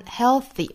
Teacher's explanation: 么我们看 healthy 这个词哈， healthy 这个单词其实啊从严格意义上来说并没有真正的顶住上齿龈，而是它呢想要去够这个上齿龈的半路被这个的发音给截住了，也就是半道给截住了，所以说这个 dark L 呢也并没有真正的去顶住上齿龈。如果说顶住了就变成了 healthy,那这样的话呢舌头是比较有负担的，所以说呢我们直接去找这个 l 的动作，半道呢直接去发 th 的音就可以了。 healthy,好，是这样的发音。好的，那么我们来看 healthy,我们还要注意这个 th 的发音呢是一个咬舌的 th,注意是一个清辅音 th